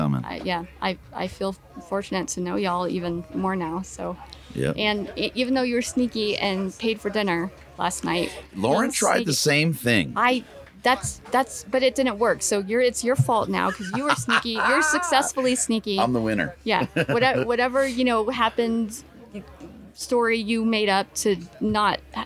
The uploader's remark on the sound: Live from Mountain Archery Fest